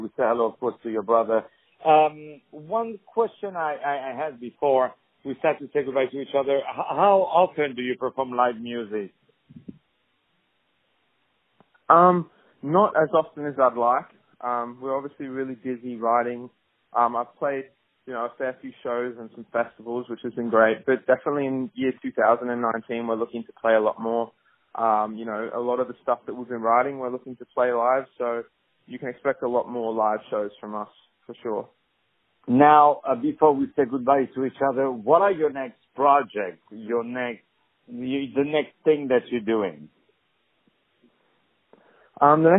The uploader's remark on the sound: On the phone